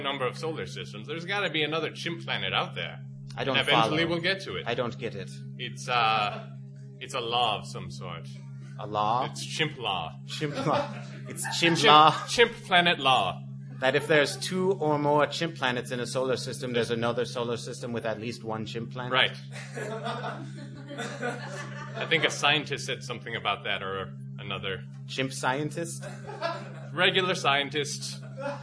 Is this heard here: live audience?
yes